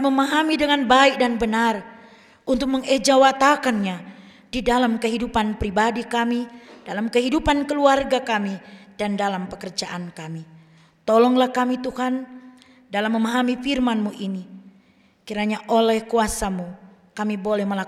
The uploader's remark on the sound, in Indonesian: Rekaman Kotbah dan Doa Syafaat Ibadah Minggu GKI Kalvari